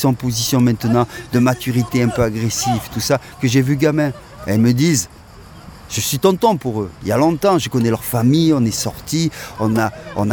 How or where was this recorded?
busy venue